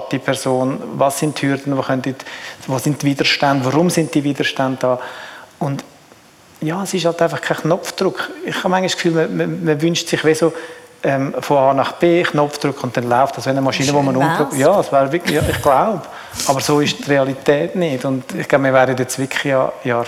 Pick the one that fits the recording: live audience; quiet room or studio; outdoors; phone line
live audience